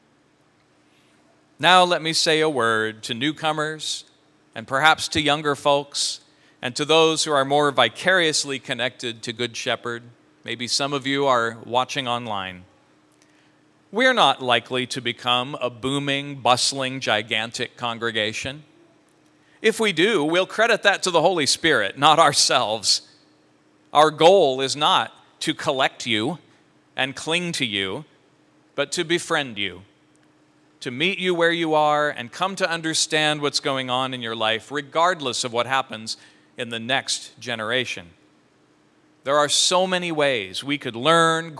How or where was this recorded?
large echoing room